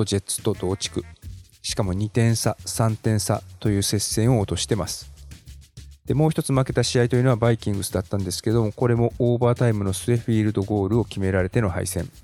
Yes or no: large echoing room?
no